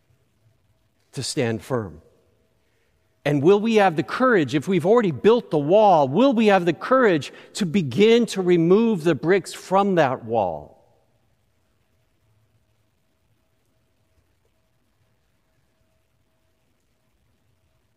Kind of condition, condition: setting, large echoing room